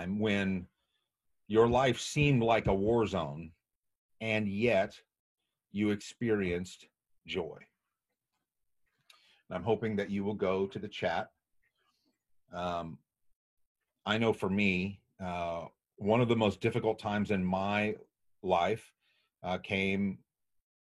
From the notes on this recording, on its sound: Steepleless Church. This was originally streamed on Zoom.